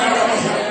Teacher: من باطن الشفة السفلى مع اطراف الثنايا العليا · Term: الفاء